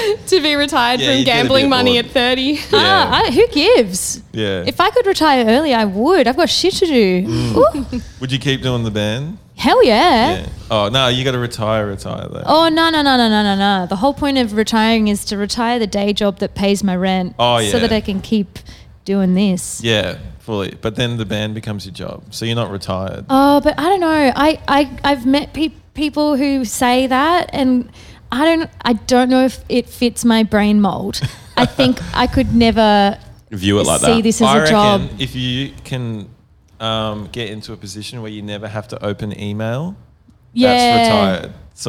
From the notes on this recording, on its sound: We sat down backstage before our set at Laneway Festival this weekend